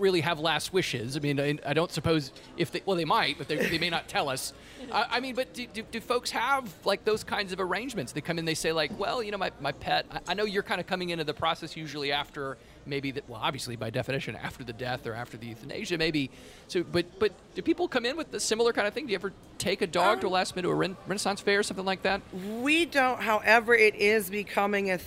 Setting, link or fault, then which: setting, busy venue